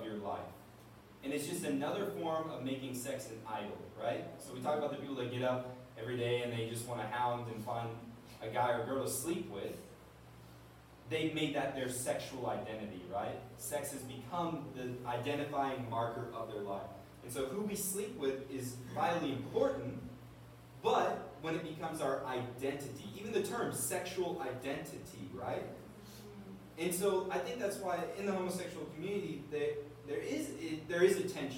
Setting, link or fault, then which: fault, poor sound quality